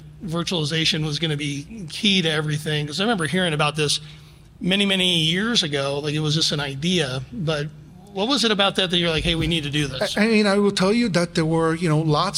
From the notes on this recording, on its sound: Following his keynote address at last week's Cable Next-Gen Technologies and Strategies event in Denver.